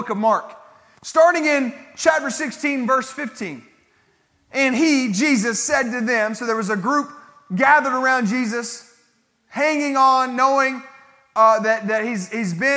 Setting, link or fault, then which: setting, large echoing room